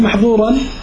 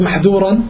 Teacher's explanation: فإذا كانت محظورا تحرص على الإطباق، وإن كانت محذورا تحرص على الانفتاح